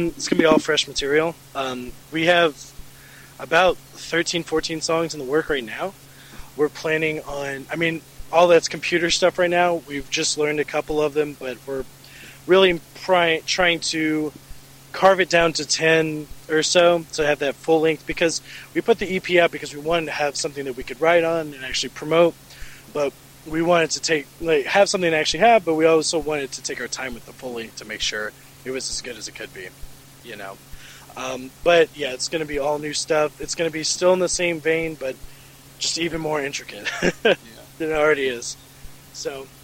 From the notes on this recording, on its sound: interview recorded at the 2018 Shred Fest in Murfreesboro TN!